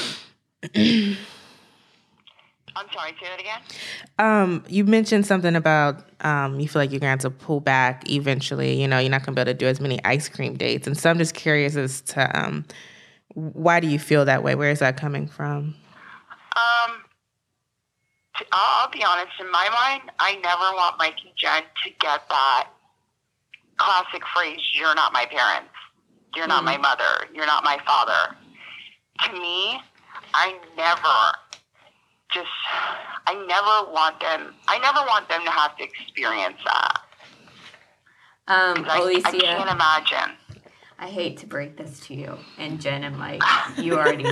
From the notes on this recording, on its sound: joins us over the telephone